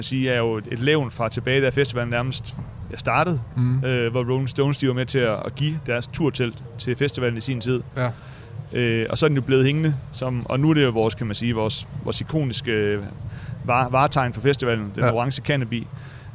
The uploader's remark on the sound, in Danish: 27 juni på Roskilde Festival